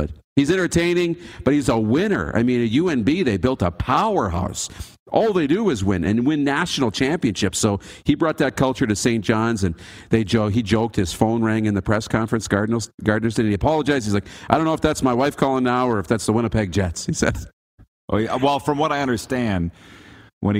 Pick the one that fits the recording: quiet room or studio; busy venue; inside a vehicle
busy venue